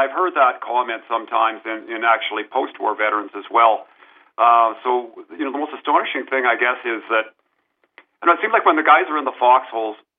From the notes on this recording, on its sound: speaks to Artslink on the phone